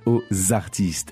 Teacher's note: you need to make the liaison between O and artist